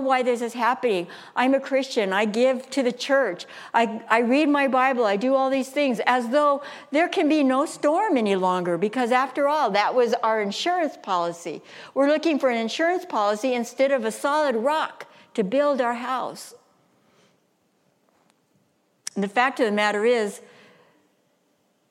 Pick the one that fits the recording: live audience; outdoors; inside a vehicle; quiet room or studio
live audience